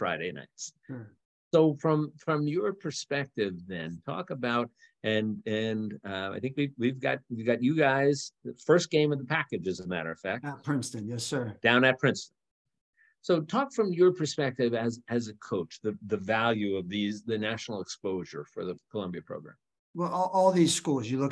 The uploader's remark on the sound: The Bluebloods are live from the virtual Ivy League Media Day.